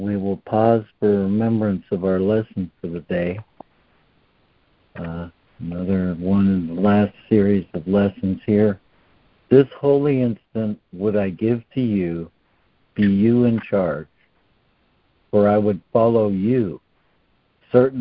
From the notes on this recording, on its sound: ACIM Daily Conference Call